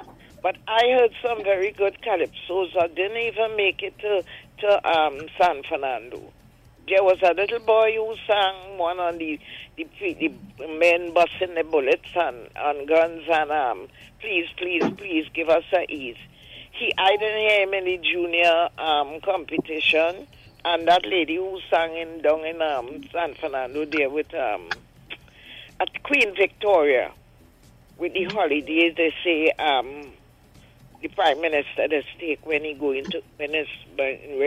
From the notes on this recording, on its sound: During this hour we take calls from our audience